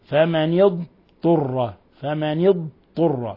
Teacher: إظهار الضاد ولا نقلبها طاء ولا نضغم الضاد في الطاء، فلا نقول فمن اضطر، لا، فمن اضطر، فمن اضطر.